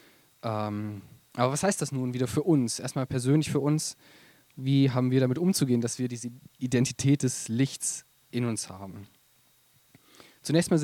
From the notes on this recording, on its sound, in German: Predigt im Rahmen des GreifBar+ Gottesdienstes